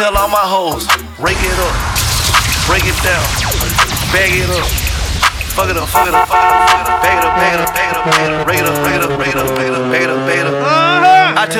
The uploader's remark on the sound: Live Audio Of The Meet And Greet